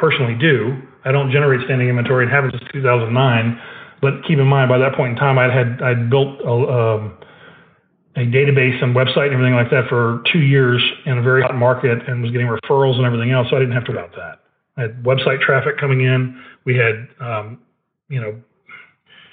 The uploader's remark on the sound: Live Call. Listen in live to a Joint Venture Partner Mastermind Call.